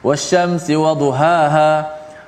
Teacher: ha yang disebut ha pedas itu berada di tengah uh, Kemudian ha yang ha simpul itu berada di awal atau pangkal permulaan eh, leher kita ini.